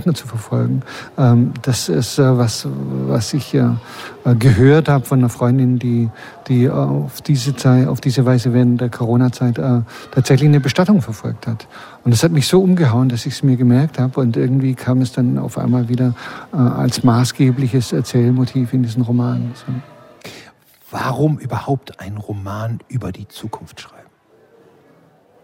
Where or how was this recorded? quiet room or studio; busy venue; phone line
busy venue